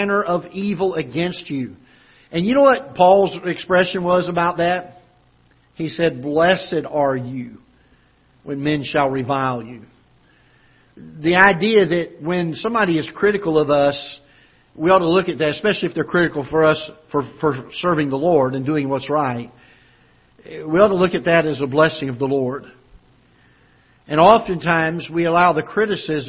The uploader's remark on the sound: Ketha Heights Baptist Church ~ Live Broadcast